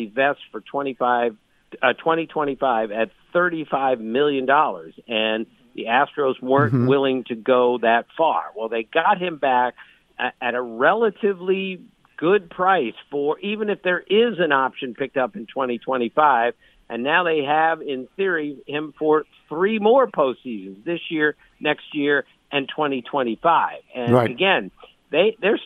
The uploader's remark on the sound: phones